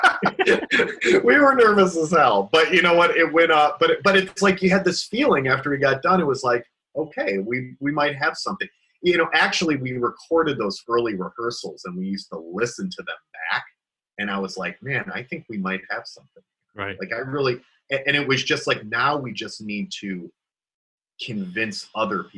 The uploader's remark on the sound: Had a little Zoom chat. This call took place in early 2020, at the beginning of the coronavirus pandemic, when the stage of Ohio was on lockdown.